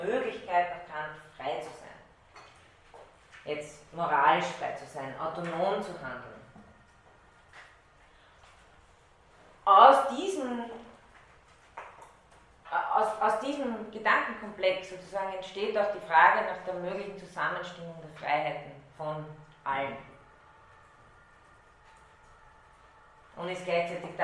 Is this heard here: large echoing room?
yes